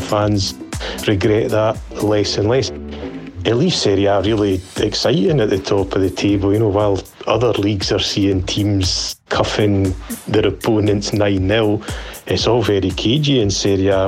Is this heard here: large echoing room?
no